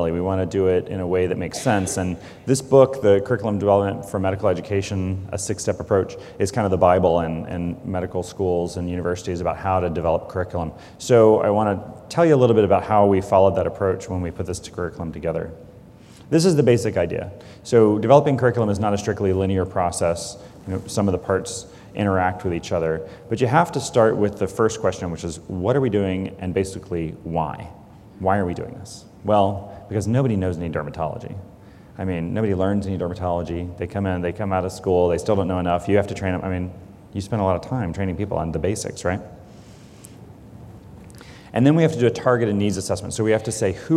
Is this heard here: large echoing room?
yes